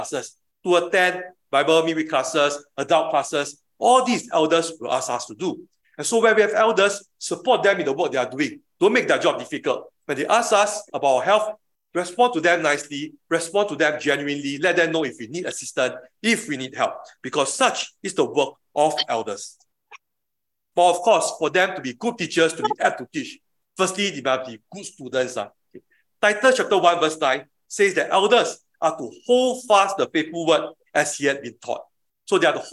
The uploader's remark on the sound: Leadership of Elders [Recorded Live/Sermon]. Weekly livestream of our worship services.